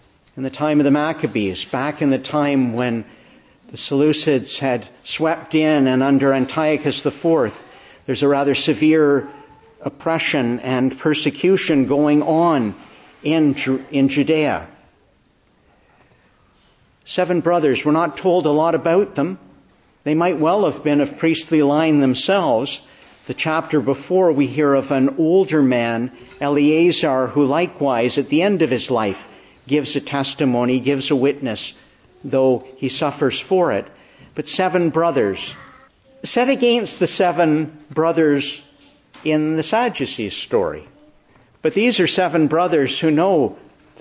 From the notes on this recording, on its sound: Preached in the Annunciation of the Blessed Virgin Mary, Ottawa